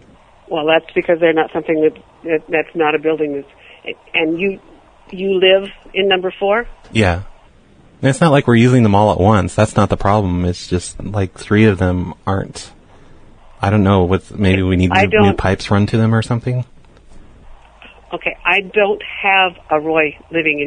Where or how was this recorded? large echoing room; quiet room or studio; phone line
phone line